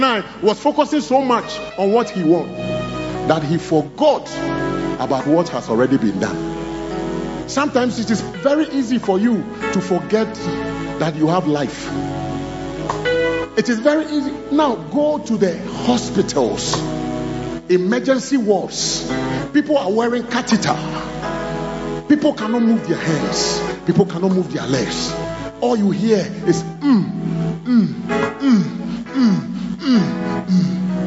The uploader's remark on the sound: Preached at the He Gave Gifts Unto Men Convention (Day 2 Session 1) - The Makarios Cathedral, HQ.